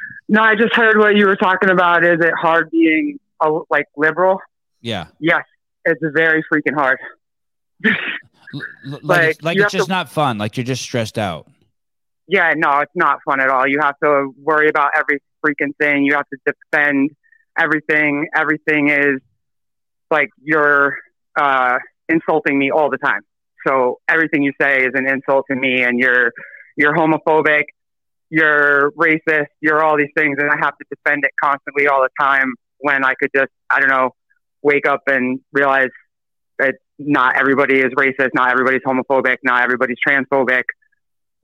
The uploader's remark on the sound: Live Call